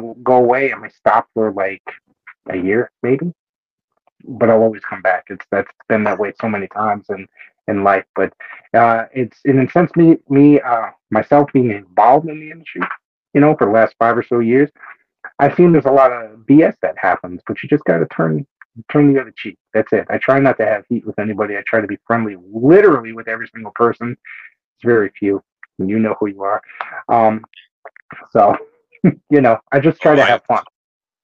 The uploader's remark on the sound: There was some technical difficulties on our end during this recording so the sound quality is a little off on our end.